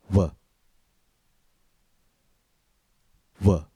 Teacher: W is a voiced consonant because our vocal folds vibrate when we say it.